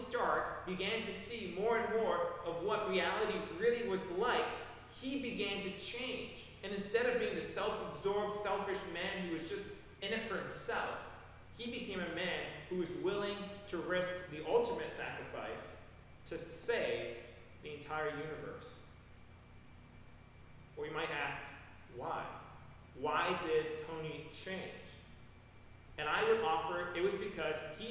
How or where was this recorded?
large echoing room